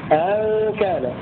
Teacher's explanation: ابن عامر بهمزتين الأولى محققة والثانية مسهلة